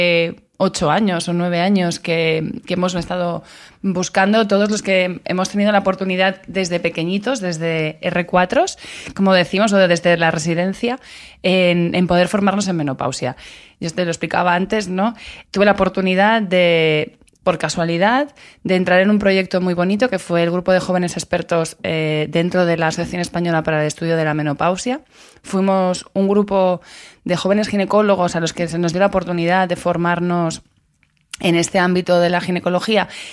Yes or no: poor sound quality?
no